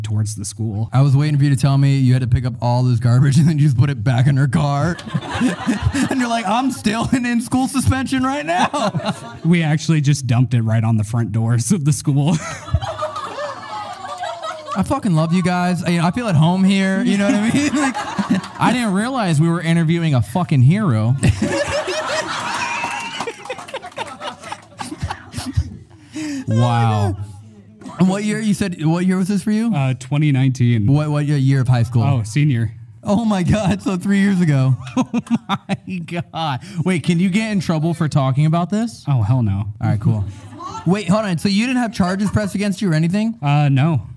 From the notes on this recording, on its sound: LIVE at Haunted Farrar Schoolhouse.